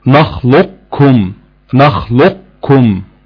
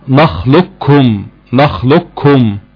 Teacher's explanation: القول الثاني ادغام القاف في الكاف ادغام غير ناقص، ادغام غير كامل اللي هو ادغام ناقص، يعني ببقاء صفة الاستعلاء في القاف بقاءها مع ادغامها في الكاف، يعني هندغم القاف في الكاف كمخرج ولكن تبقى صفة الاطباق الخاصة بالقاف، تمام. وقلنا هنعملها ازاي، ان احنا هنقف على مخرج القاف بالاستعلاء وبعد كده نخرج من مخرج القاف بالكاف · Shown in: first take